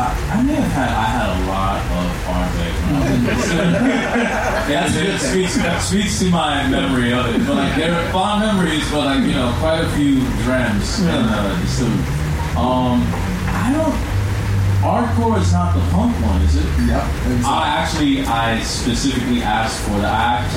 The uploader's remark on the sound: Recording Live at the recent Los Angeles Comic Con